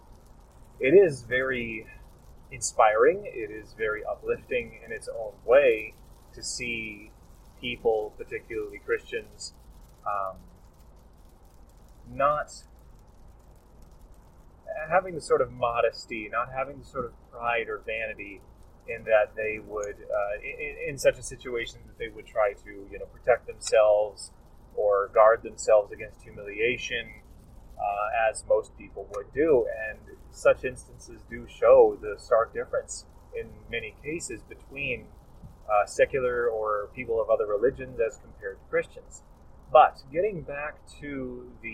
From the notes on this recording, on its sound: apologies for the poor recording quality due to noise